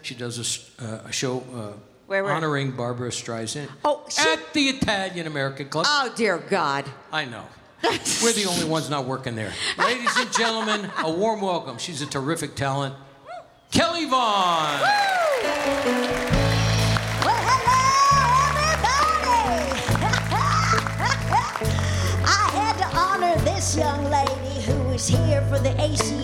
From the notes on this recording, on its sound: Live at the SouthPoint Casino